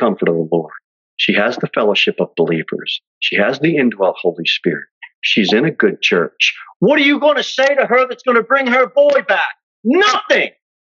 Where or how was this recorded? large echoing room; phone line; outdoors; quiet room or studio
large echoing room